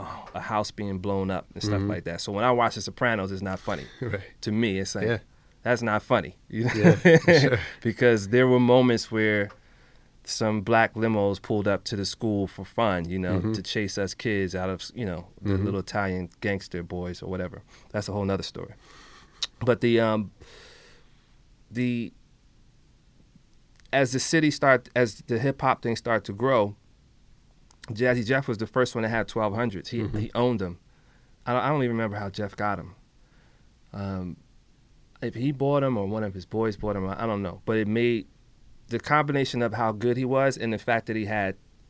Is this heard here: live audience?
no